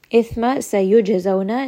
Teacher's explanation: jim is going to have qalqala, has a little bit of that bounce